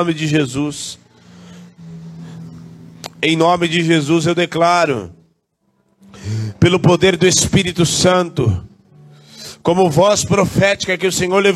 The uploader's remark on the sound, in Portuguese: Culto gravado dia 21/07/2023, na Igreja Desfrutar do Amor de Deus, em São Paulo